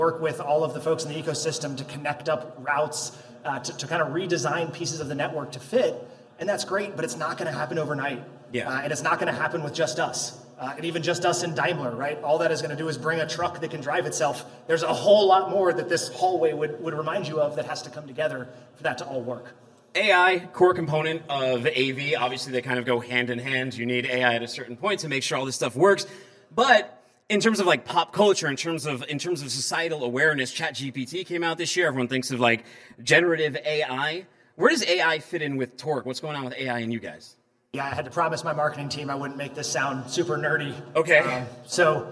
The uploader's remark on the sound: Is live from day 1 at The Future of Freight Festival and we’re bringing the gong show to Chattanooga.